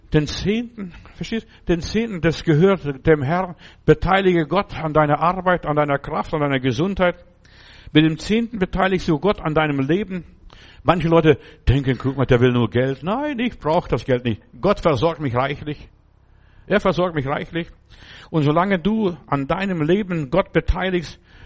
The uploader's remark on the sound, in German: im Gemeinde-Zentrum in Berlin aufgenommen